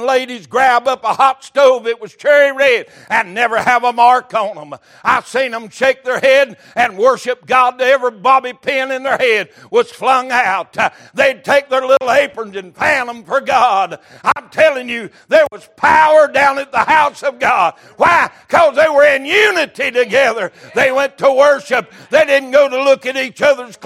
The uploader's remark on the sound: Recorded February 5, 2023 - Sunday Morning Service